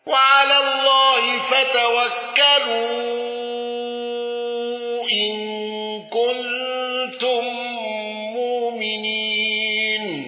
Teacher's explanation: قالون بتوسط المنفصل وصلة ميم الجمع ولم يندرج معه أحد